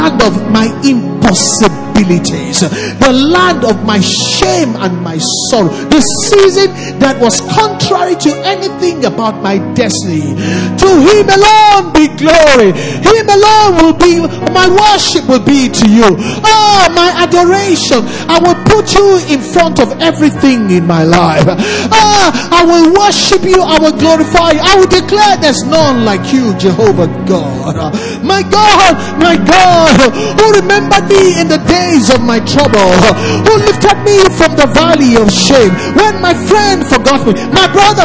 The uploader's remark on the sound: Recorded live at our Special Midweek Service to wrap up our 30days Fasting & Prayers 2021...